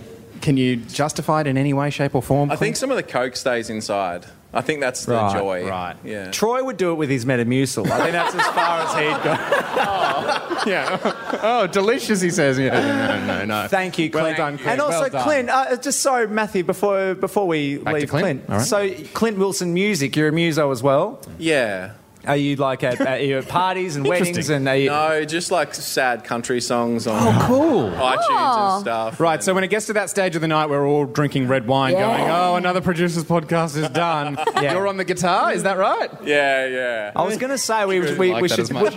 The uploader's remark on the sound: It was the live event of the year. The Producer's Podcast LIVE from Bell's Hotel in South Melbourne.